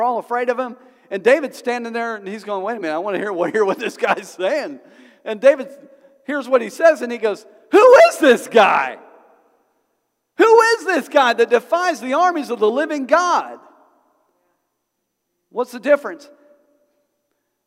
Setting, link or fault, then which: setting, large echoing room